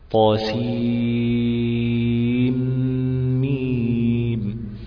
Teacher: النون بتاعت سين بتلتقي مع الميم، أول حرف في كلمة ميم الحرف اللفظي، فحصل إدغام. الناس اللي قالت بالإدغام قال لك عشان مراعاة الاتصال اللفظي، لأنهم في كلمة واحدة ولا يجوز الفصل بينهما لأنها كلمة واحدة وما ينفعش أن نفصل بين بعض الكلمة.